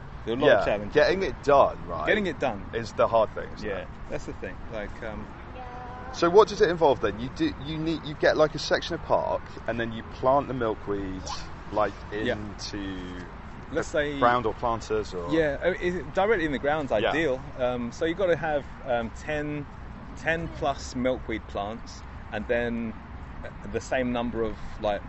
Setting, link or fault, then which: setting, outdoors